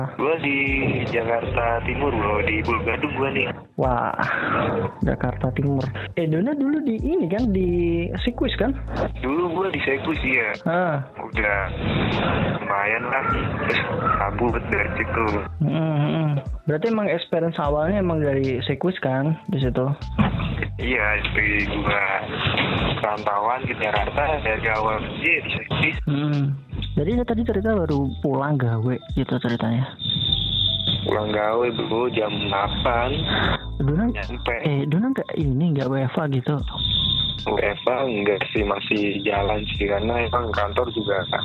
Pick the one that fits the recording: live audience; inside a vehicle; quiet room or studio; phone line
phone line